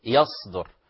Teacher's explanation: فنتجنب تحويل الصاد إلى زاي